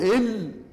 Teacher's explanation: اللام، إلا تلاقي الهواء يخرج من الجانبين. ما تقول إل تلاقي الهواء خرج من النواحي